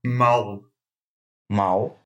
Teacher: в конце слов произносится как У